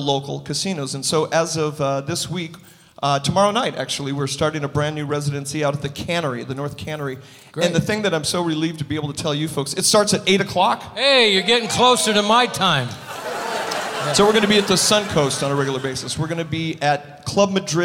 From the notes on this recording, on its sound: Live at the SouthPoint Casino